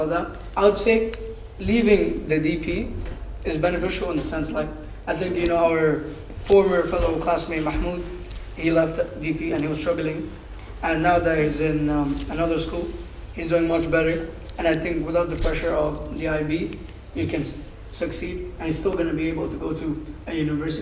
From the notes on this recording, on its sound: SORRY FOR THE MIC ISSUES